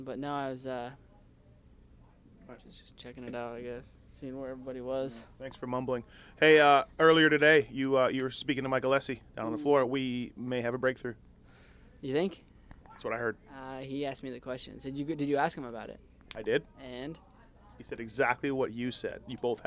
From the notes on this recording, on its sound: Post race interviews from Houston.